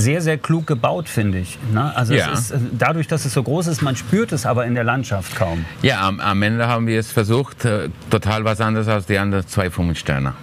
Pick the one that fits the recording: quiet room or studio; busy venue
busy venue